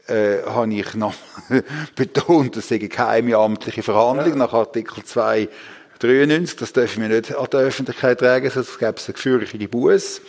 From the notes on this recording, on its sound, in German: Im Live-Podcast im Dolder Grand in Zürich.